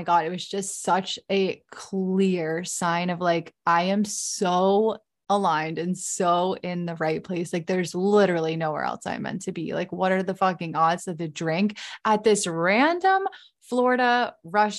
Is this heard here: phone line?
no